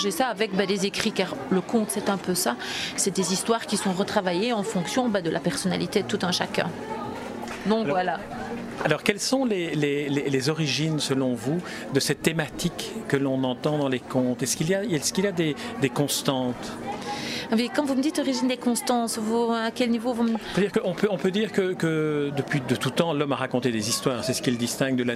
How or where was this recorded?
busy venue